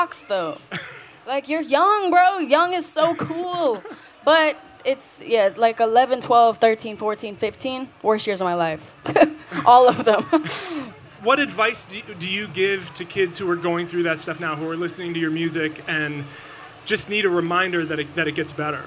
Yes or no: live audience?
yes